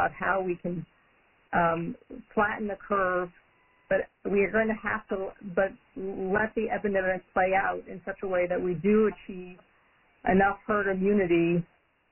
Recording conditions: phone line